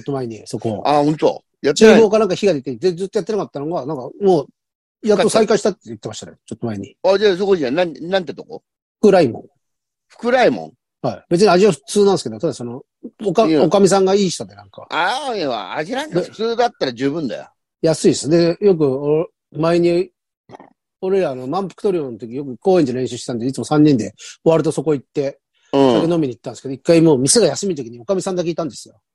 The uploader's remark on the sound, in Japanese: ZOOMで収録